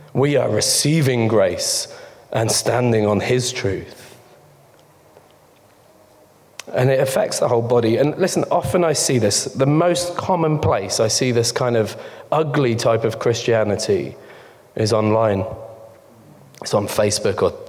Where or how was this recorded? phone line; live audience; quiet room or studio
live audience